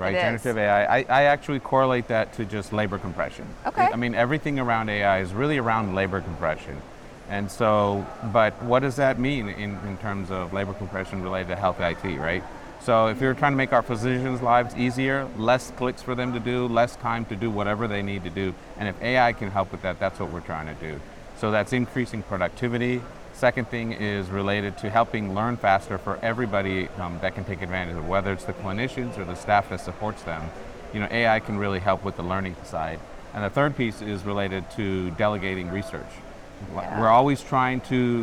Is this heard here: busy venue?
yes